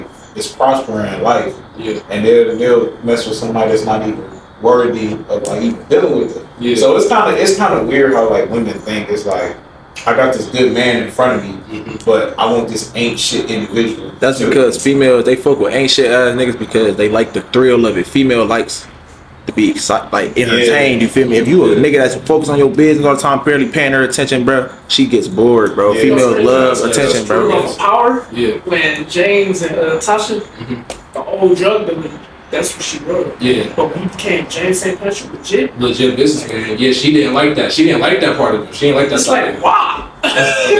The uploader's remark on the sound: Amazing outside experience with some special guests Audio slightly off bear with us